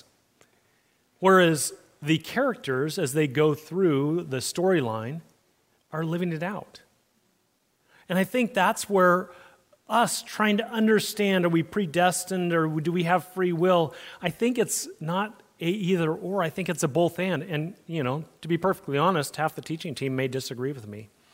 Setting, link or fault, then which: setting, large echoing room